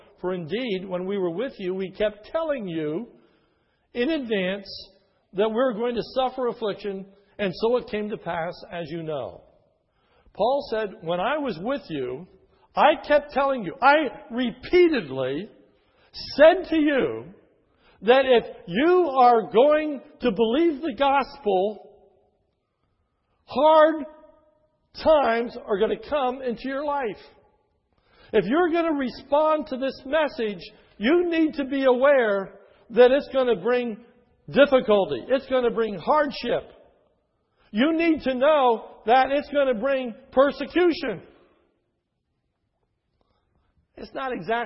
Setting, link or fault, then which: setting, large echoing room